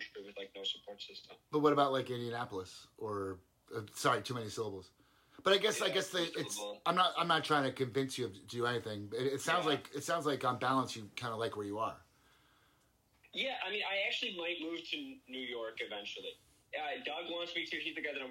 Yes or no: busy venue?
no